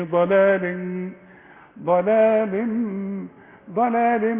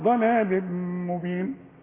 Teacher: هنا من قبل الباء حقلقلها، لا في ما اقولش ضلال، انتوا قلتوها صح، بس انا بقول للسادة المشاهدين احنا قلنا بلال هلال، اذا ما نقولش ضلال على وزن بلال وهلال وهكذا. ضلال مبين، التنوين اللي بعده ميم ادغم ادغام كامل · Shown in: second take